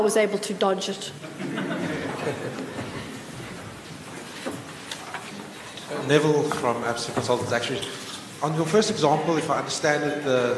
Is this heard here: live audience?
yes